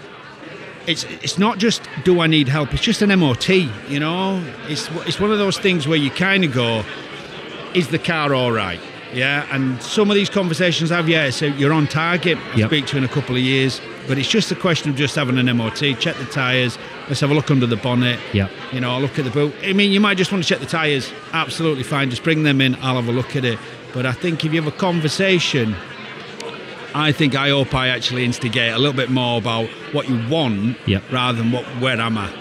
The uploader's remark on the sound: Recorded at YORBusiness Expo in Leeds in March 2023.